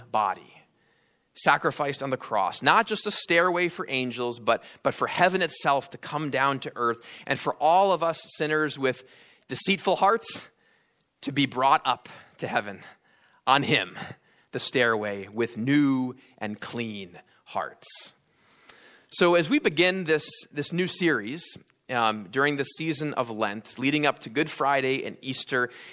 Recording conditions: large echoing room